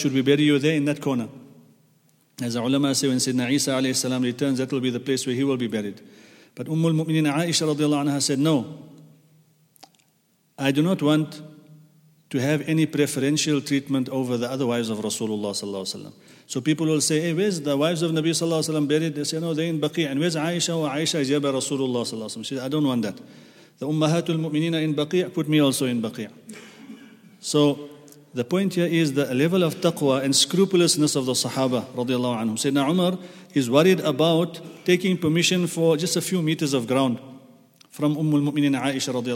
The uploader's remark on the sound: at the Houghton Masjid (West Street)